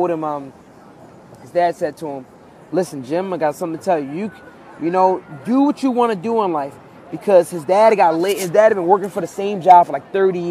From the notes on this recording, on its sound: Live from Union Square Park